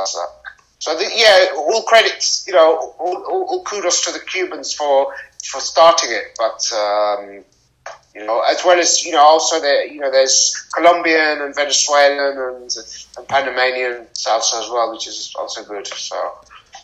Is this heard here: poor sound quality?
yes